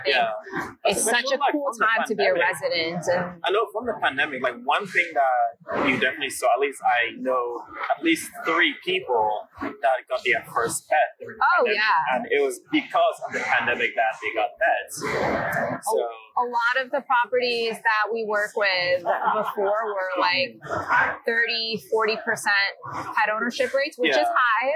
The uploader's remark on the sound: LIVE AT NAA